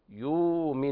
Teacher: لا يؤمن بالله العظيم، وهنا اللام قمرية، وكلمة يؤمن أبدل ورش الهمز الساكن حرف مد من جنس حركة ما قبله، فقبلها الواو الهمزة يناسبها هنا إبدالها واو لأن قبلها ضم. يؤمن هكذا تمد مقدار حركتين عند ورش